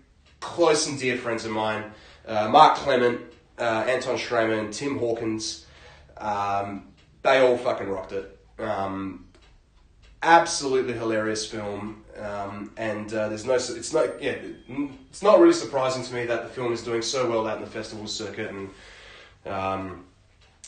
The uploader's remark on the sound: Sorry about audio. I recorded with my phone today.